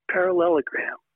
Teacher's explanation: you got those plosive P's and then the lilt of those L's, parallelogram, and then you got those harsher letters, sounds, the G and the R, parallelogram.